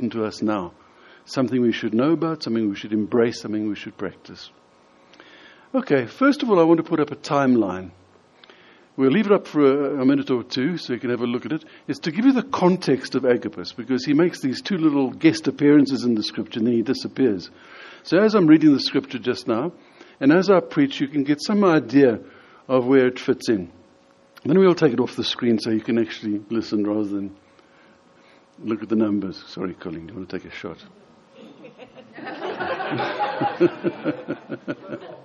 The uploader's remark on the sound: In this sermon, delivered at the Lonehill Village Church on Sunday 24th June 2018.